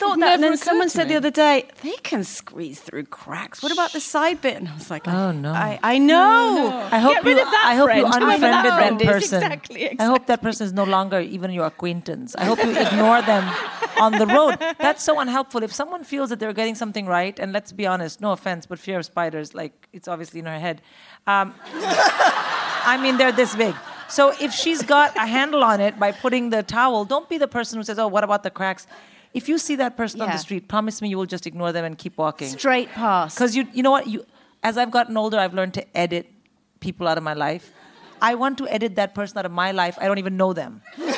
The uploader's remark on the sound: In Conversation recorded at Kings Place back in May